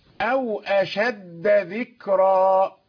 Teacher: الدال مشددة فلا تدغم في الذال، هي مقاربة ولكنها لا تدغم فيها لأنها مثقلة، الحرف الذي سيدغم مثقل فلا نزيد تثقيله بالإدغام.